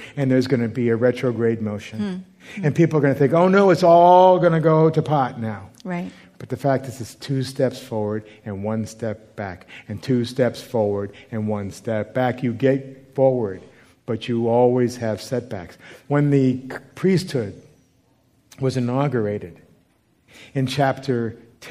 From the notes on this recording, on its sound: recorded live with members of Spark Church and Etz Chayim, and features questions from the two congregations